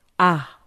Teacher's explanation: Et pour prononcer ces sons, les élèves les rapprochent des sons qu'ils connaissent déjà en kirundi, leur langue maternelle. Ainsi, pour prononcer le son en, un élève burundais dit « a »